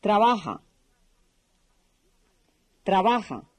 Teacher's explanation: The letter J in trabaja is pronounced like a strong English H.